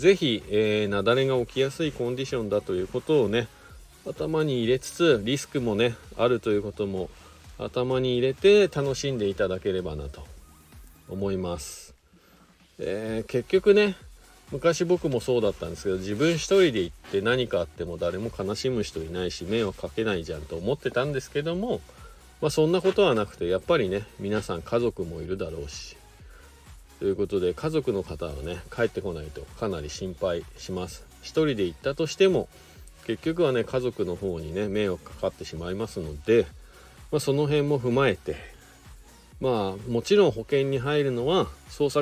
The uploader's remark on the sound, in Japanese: ゲレンデに滑りに行った時だけ配信になります。白馬八方スキー場で滑り終了後 車の中から。